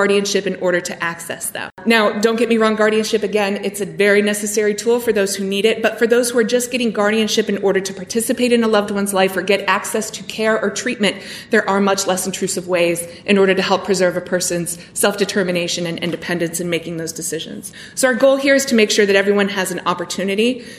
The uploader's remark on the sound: This episode was recorded at our recent conference entitled Getting Real About Health Care for All. An outstanding panel at the conference asked the question Can We Make Health Care Inclusive?